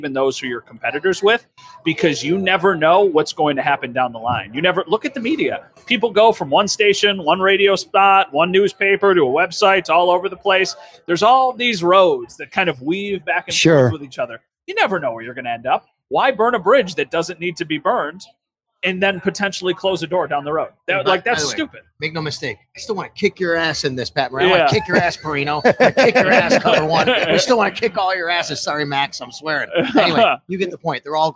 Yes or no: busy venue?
yes